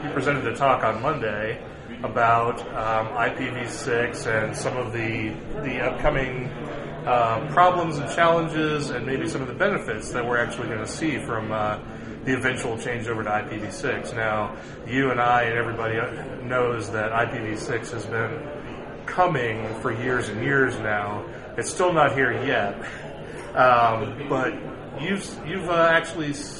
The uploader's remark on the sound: at LISA 2010, the Large Installation Systems Administration conference in San Jose, CA